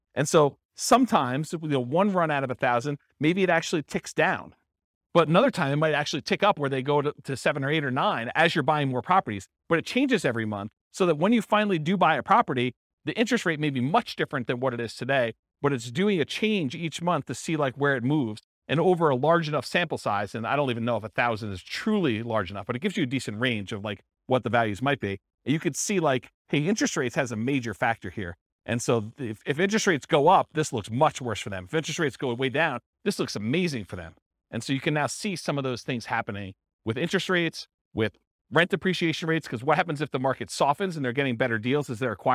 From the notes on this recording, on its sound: This was a live class recorded